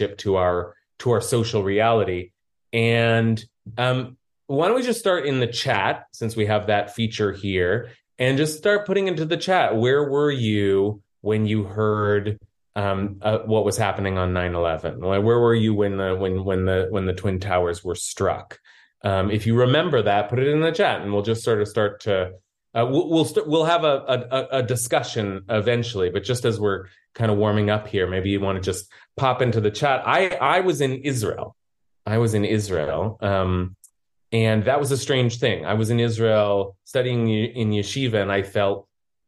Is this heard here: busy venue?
no